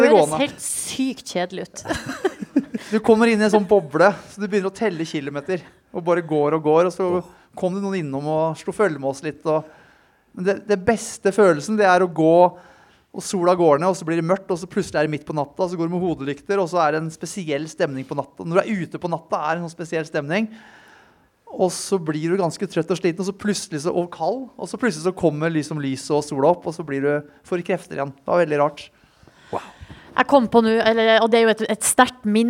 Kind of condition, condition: setting, live audience